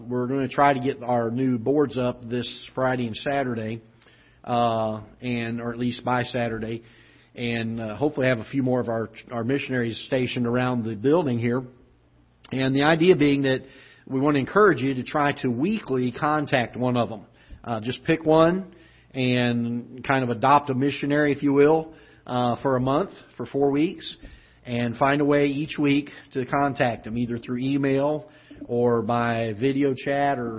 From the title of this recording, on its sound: Ketha Heights Baptist Church ~ Live Broadcast